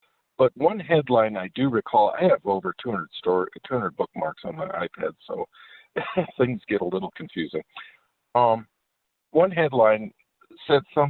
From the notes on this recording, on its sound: Full phone lines and creative callers and texters keep the show moving